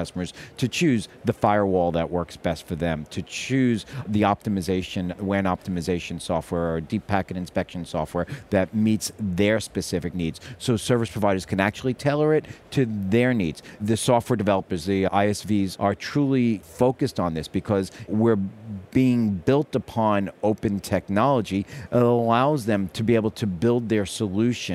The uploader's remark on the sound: In this archive of a livecast interview from Mobile World Congress in Barcelona, Spain.